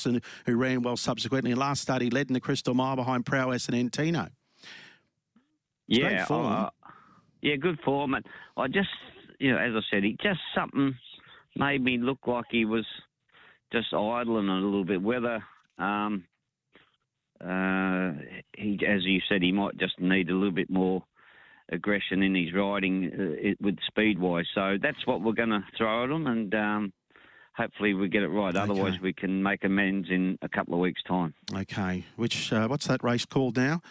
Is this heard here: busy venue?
no